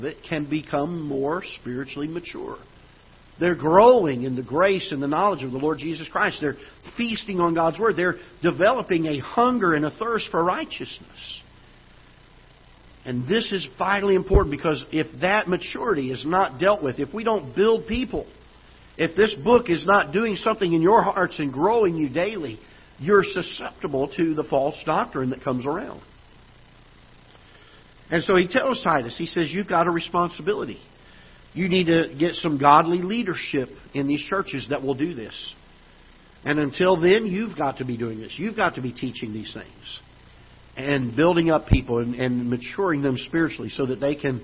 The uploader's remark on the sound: Ketha Heights Baptist Church ~ Live Broadcast